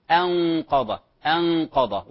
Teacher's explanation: غنة النون صحيح في الإخفاء مفخمة لمجاورتها حرف استعلاء